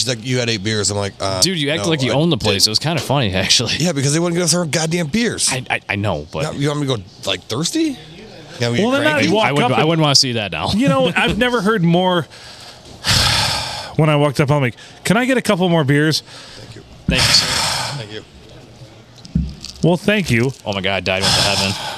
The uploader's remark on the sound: Recorded from a totally ruined (by us) Blue Water Sports Bar and Grill on a Monday night when it was snowing and blowing like the blue blazes.